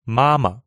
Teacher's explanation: Yes, mom sounds a little like mom in English, mama. Ma, first tone, the second one is the neutral tone.